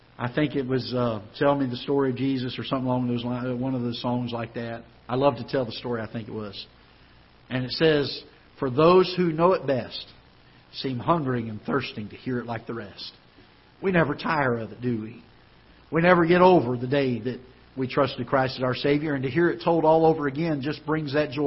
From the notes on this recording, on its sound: Ketha Heights Baptist Church ~ Live Broadcast.